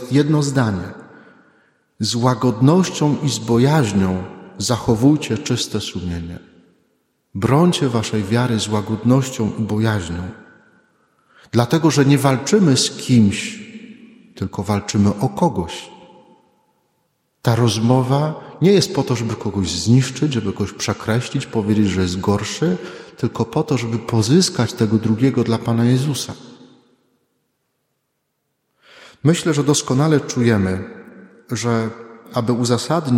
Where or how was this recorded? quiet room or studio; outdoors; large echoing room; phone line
large echoing room